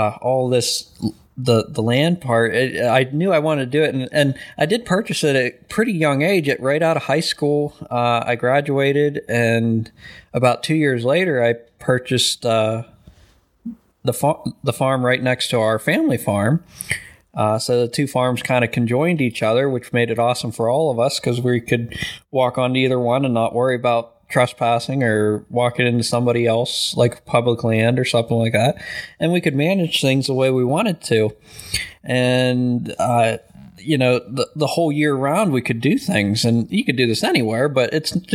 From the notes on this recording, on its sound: My new microphone kept buzzing a lot, so I apologize for the audio.